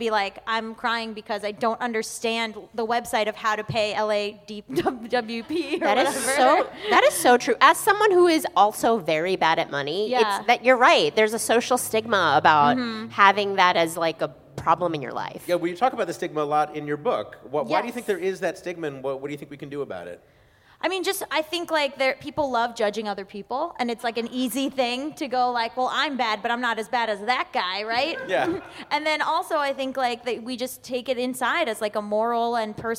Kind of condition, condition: setting, busy venue